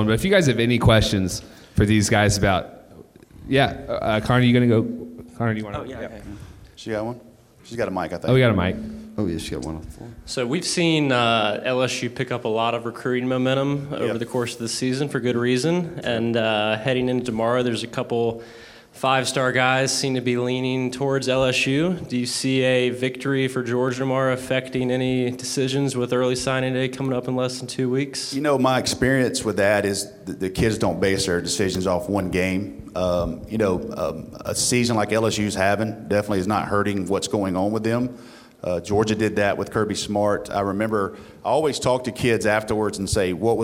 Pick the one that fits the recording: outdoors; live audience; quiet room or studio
live audience